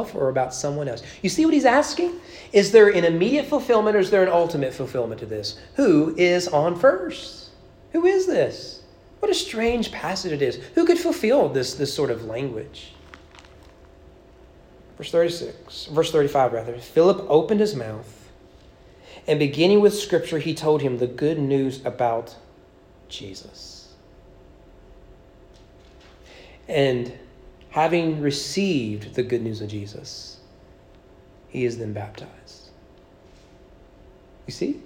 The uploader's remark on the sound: Sermon preached at East Frankfort Baptist Church on July 3, 2022 during evening worship.